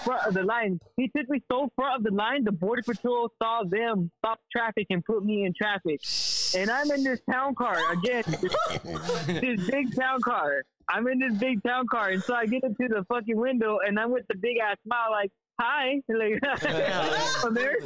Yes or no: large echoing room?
no